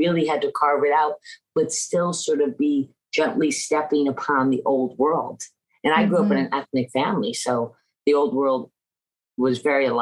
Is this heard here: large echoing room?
no